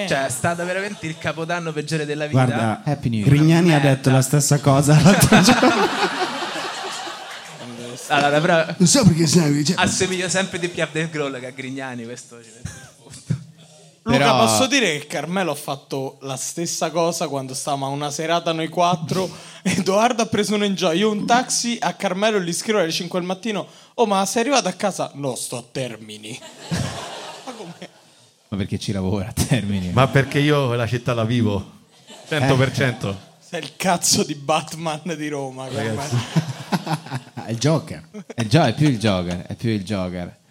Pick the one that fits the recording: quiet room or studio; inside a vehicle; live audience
live audience